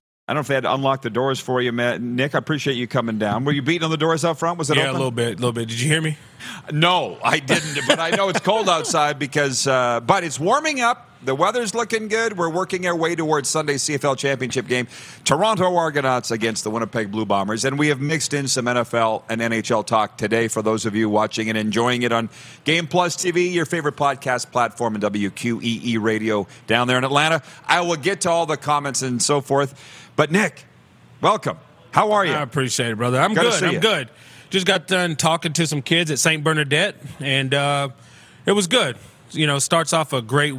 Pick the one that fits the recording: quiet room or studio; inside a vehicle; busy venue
busy venue